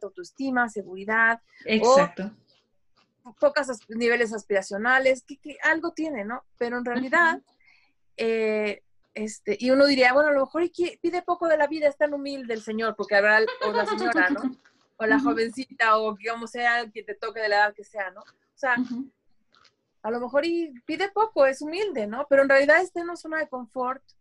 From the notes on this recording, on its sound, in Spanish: No debí de haber peinado a mis perritas mientras grababa (ese es el sonido raro que se ecucha).